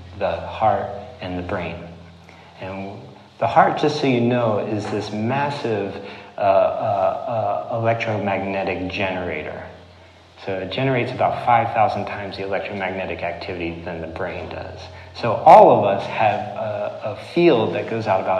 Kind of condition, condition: setting, live audience